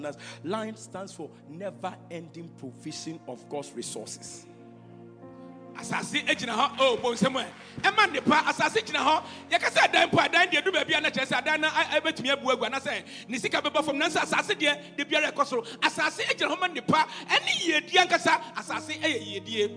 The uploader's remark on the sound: Preached at Royalhouse Chapel - Ahenfie